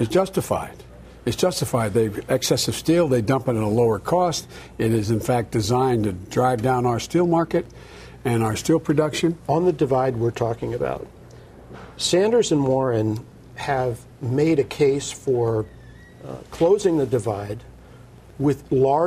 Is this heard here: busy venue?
yes